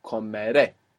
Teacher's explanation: and we stress the ending